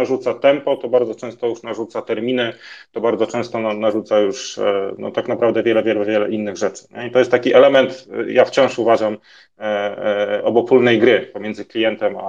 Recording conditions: video call